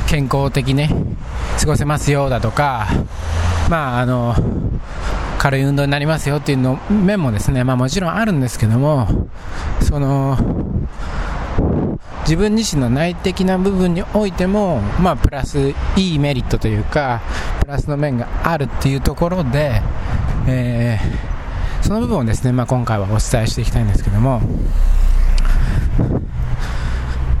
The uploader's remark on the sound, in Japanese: 外を歩きながら収録しました